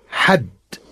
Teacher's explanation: you compressed it and put the breathy h sound in the beginning